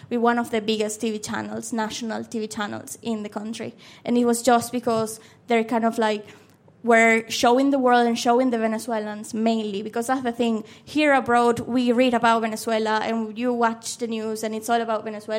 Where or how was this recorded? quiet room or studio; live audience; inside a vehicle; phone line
live audience